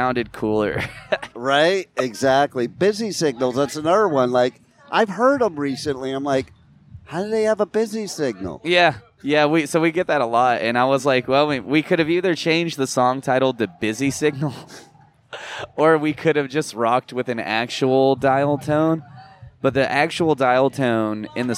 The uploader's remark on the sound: at Blue Ridge Rock Festival 2023